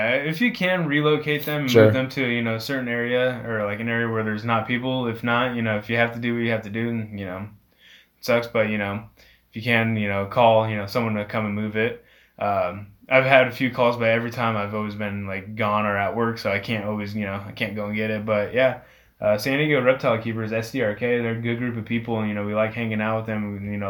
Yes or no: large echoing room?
no